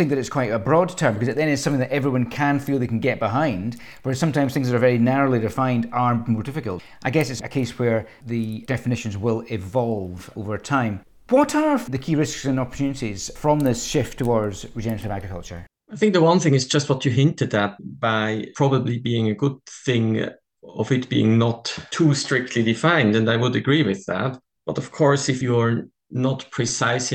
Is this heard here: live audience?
no